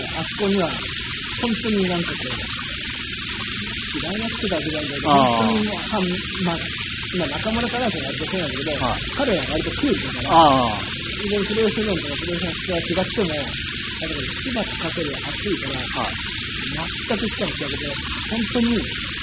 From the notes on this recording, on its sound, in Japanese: すみません、雑音あって聞きづらくなっております